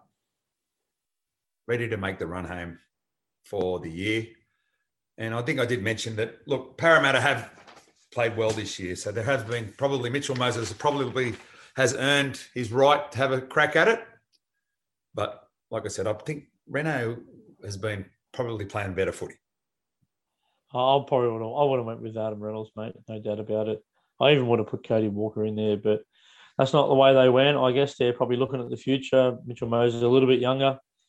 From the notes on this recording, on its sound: This week in lockdown we recorded the show via Zoom.